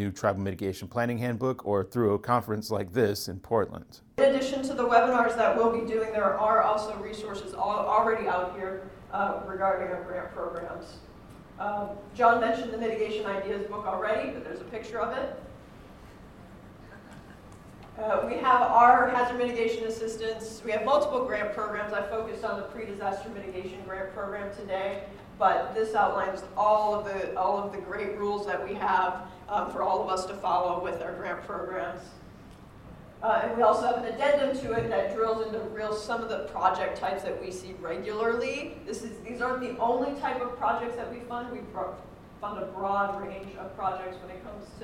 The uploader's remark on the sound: we talk to attendees at the Northwest Tribal Public Health Emergency Preparedness Training and Conference in Portland, Oregon